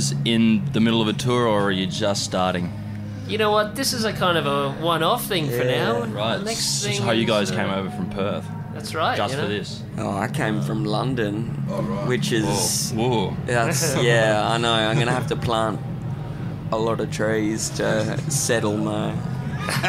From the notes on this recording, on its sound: Recorded live from the recent Diamantina Drought Relief Concert.